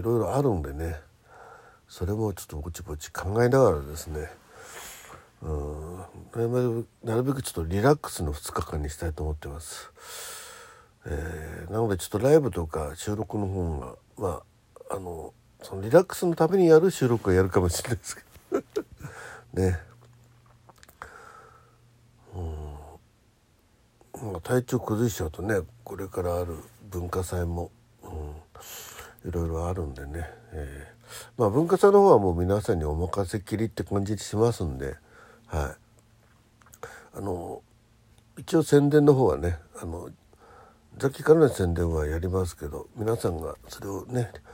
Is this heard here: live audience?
no